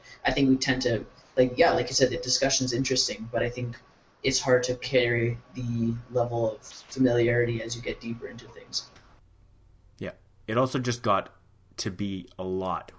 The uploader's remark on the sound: As you will hear, we had some audio issues in this episode. I have cleaned it up as much as I could, but…